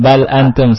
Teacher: Dibaca idhar karena lam sukun yang ada dalam bal dalam huruf ketemu dengan alif.